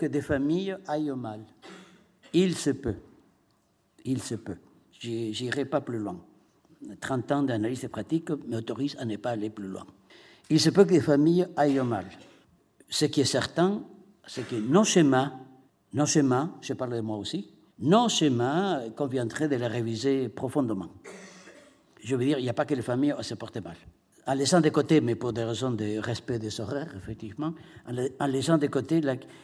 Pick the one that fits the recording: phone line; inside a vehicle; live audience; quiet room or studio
live audience